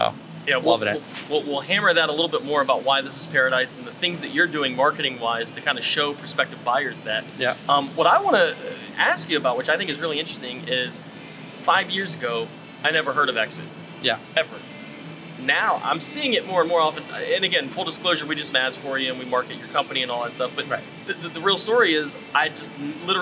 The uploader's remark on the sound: We shot live, on location, at Walking Tree Brewery in beautiful Vero Beach, FL.